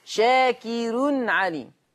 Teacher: فالراء مرققة عند ورش، ها هنا في لفظ شاكر لأن الراء مضمومة ومسبوقة بكسر أصلي